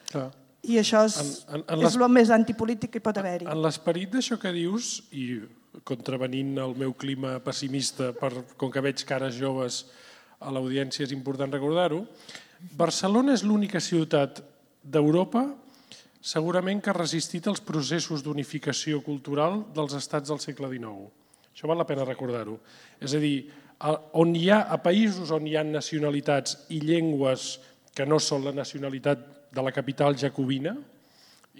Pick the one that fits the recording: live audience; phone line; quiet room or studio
live audience